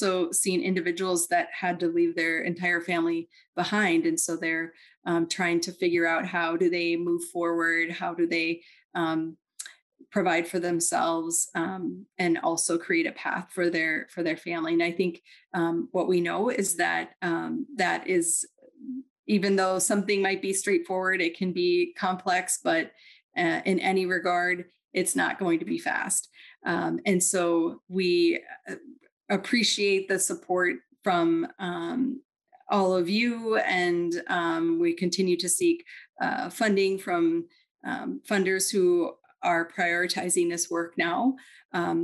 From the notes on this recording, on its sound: This episode was previously recorded as a virtual event